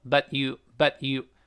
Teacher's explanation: 你可以把前面那个 t 读成失去爆破